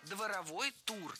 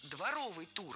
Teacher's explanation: В прилагательном, образованном от существительного «двор», ударение падает на суффикс «ов» · Shown in: second take · а окончание должно быть «ый», а не «ой».